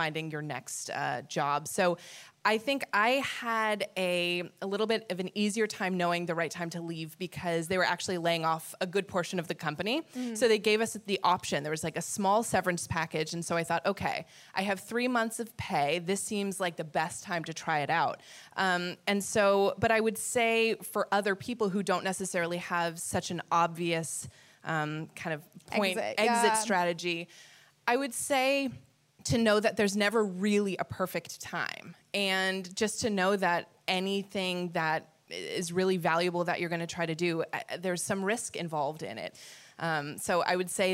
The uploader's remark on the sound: Live from the WorkParty Tour